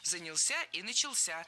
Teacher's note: В этих стишках сразу два проблемных глагола – занялся и начался. Запоминаем оба, в них ударение ставим на последний слог.